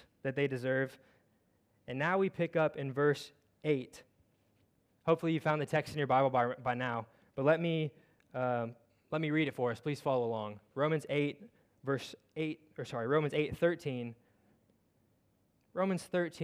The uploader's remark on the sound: at Covenant Hope Church in Dubai, UAE on Jan 01, 2023